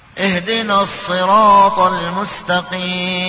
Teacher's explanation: صاد مكسور لكن فيه صفة صفير